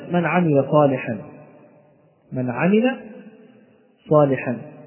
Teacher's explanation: بالنسبة للنون الساكنة يكون علامة الإظهار وجود السكون فوق الحرف المظهر، وجود السكون فوق الحرف المظهر على شكل رأسها، هذه العلامة علامة على إظهاره، كما في كلمة من عمل صالحا، من عمل صالحا، فينطق بالنون ساكنة واضحة من غير غنة، وتفصل عن العين التي بعدها من غير سكت ولا تنفس، وتظهر العين كذلك واضحة في النطق. · Term: إظهار النون الساكنة